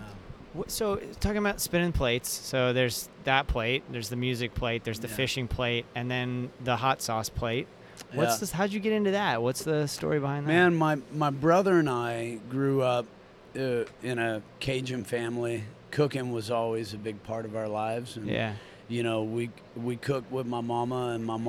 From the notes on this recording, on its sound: We caught up at the Sing Out Loud Festival in St.